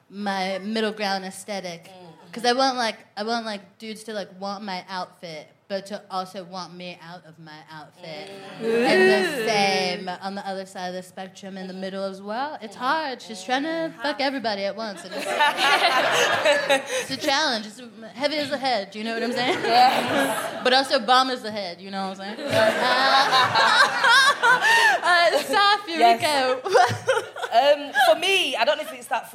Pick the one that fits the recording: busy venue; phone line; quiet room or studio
busy venue